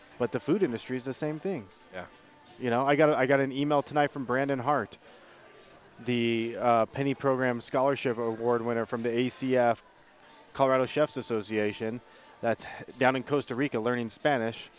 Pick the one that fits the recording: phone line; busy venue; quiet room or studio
busy venue